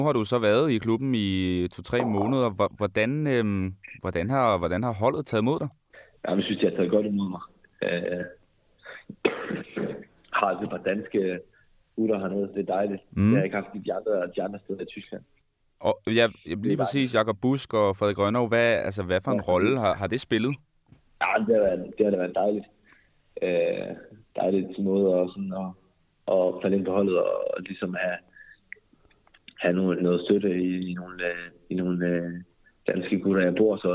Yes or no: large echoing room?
no